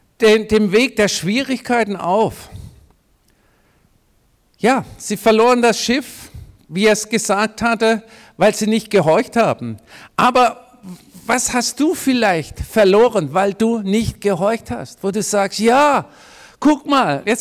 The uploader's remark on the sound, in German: predigt im Missionswerk Karlsruhe